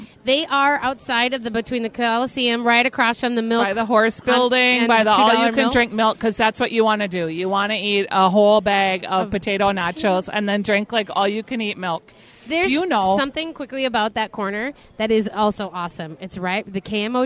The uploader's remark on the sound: A Groom's Dinner at the State Fair? It's Day 10 from the Minnesota State Fair. Live from the Hamline Dining Hall.